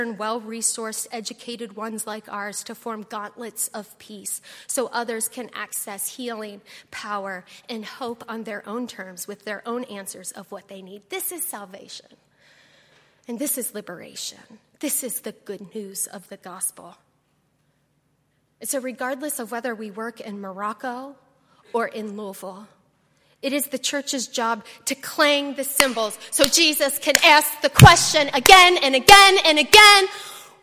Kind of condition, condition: setting, large echoing room